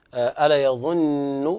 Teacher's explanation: النون تغن بمقدار حركتين لكن مع ترقيق الغنة